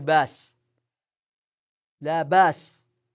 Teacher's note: يجوز أن تقلب هذه الهمزة في بأس، تقلبها ألفا فتقول باس لا باس، وفي بئر يجوز أن تقول بير تخفيفا لكنه ليس بلازم، ويجوز أن تقول في لؤم لوم بجعل الواو مكان الهمزة، ولكنها مع ذلك تبقى همزة لا تنطبق عليها أحكام المعتل.